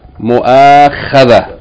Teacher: we pronounce the ta marbuta if we stop on it, as though it is the letter ha, H, a regular H, without pronouncing any vowels.